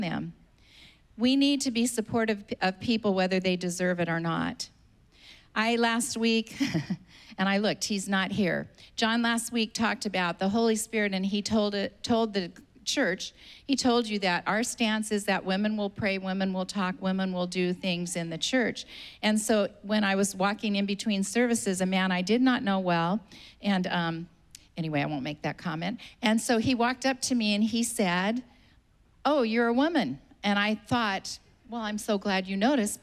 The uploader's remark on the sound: was preached on May 9th at the 11:30AM service